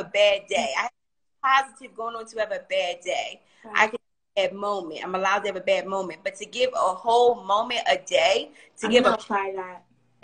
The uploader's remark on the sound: Instagram Live